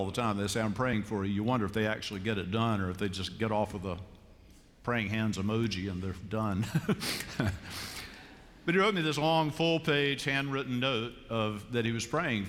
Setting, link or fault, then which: setting, large echoing room